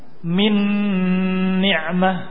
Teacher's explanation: Nun sakinah, idgham kepada nun. Masih ada gunnahnya.